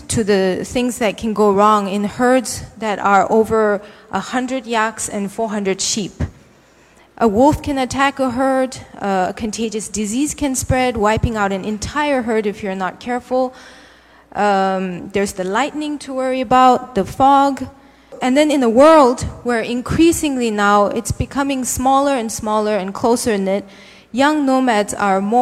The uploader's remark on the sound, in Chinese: 一席现场